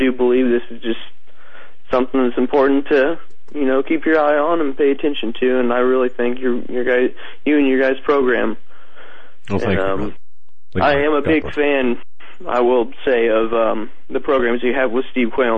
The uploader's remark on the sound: Open Phone line